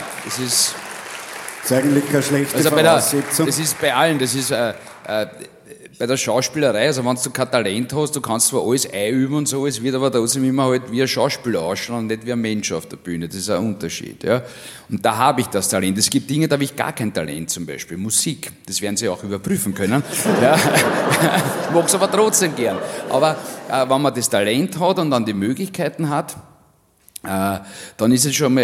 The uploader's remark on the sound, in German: Auf dem roten Stuhl LIVE SHOW.